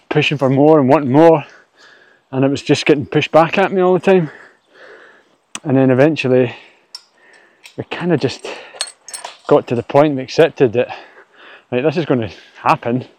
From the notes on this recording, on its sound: Responds "live" from the trail.